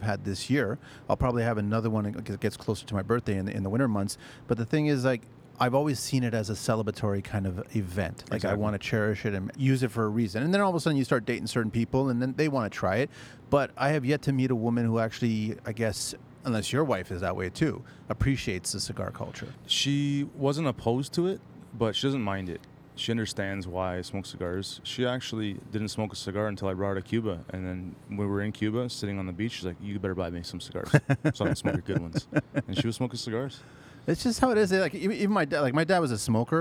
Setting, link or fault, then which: setting, outdoors